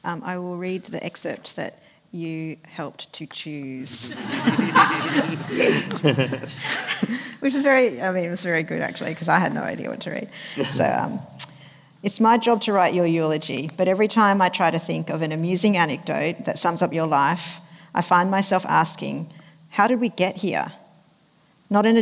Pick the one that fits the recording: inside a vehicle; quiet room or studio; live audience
live audience